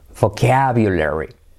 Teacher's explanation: La semiclave V. Fíjate que es como una F, pero activando las cuerdas vocales.